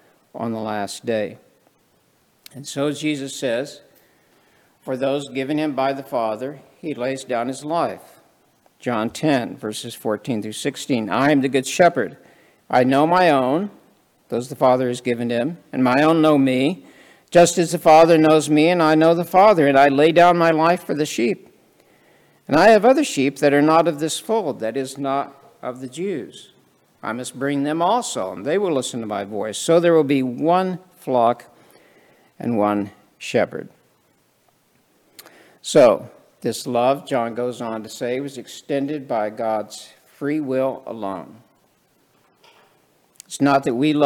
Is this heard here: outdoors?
no